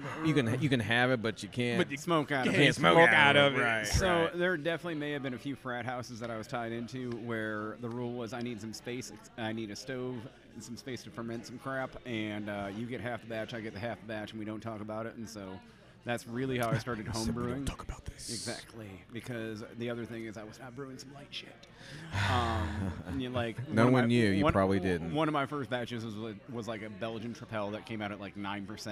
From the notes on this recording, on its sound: LIVE at The Sinkhole. A live recording of The Mo Head Y'all Show at The Sinkhole Craft Beer Bar in Bloomington, IN!